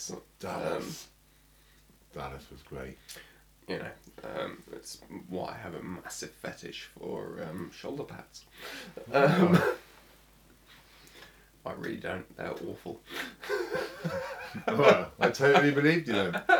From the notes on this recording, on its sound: Apologises for the audio quality. This episode of the podcast comes from a shadowy archive of 'practice' records that were never 'meant' for 'publication'.